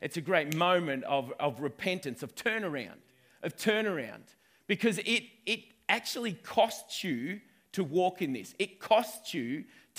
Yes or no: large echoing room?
yes